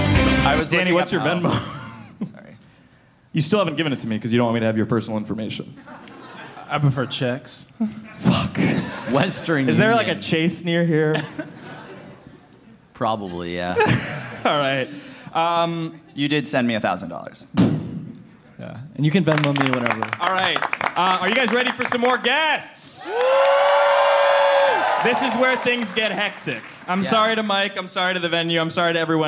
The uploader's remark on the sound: Live in NYC! At the first ever live Headgum Podcast show at the Gramercy Theatre in NYC.